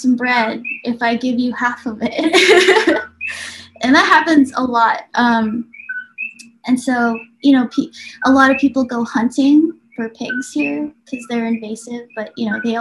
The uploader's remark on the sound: We arrange our Zoom call for Friday.